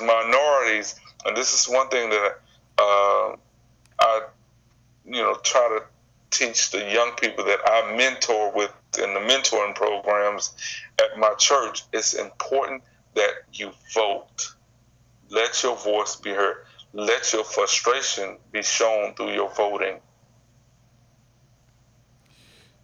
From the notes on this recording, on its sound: via Skype